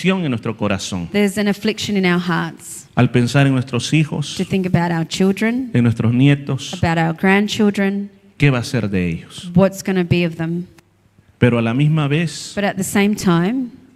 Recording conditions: large echoing room